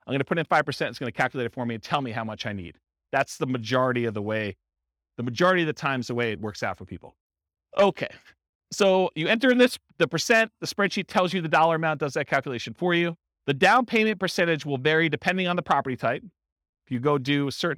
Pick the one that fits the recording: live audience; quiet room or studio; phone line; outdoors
live audience